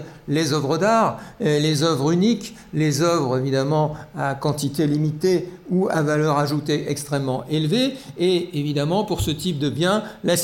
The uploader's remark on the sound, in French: A l'invitation du musée d'Orsay. Enregistrement de la conférence.